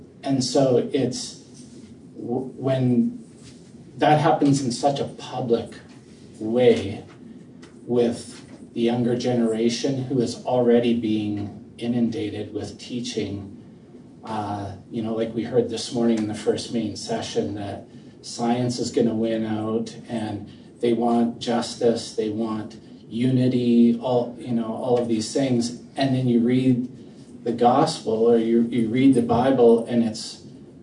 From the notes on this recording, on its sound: This episode is from Lionshare, recorded at the National Disciple Making Forum.